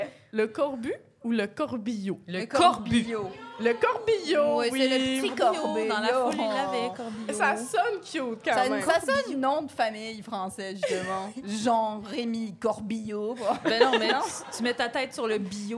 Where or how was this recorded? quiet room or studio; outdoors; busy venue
busy venue